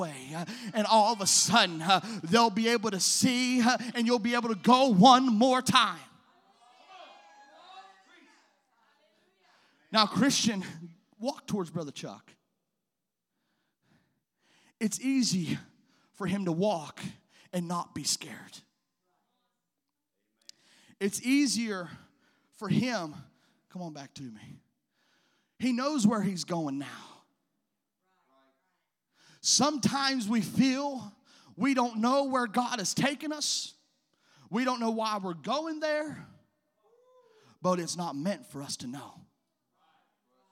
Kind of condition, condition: setting, large echoing room